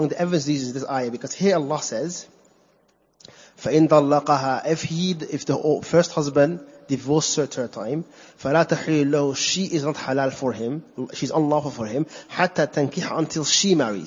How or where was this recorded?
large echoing room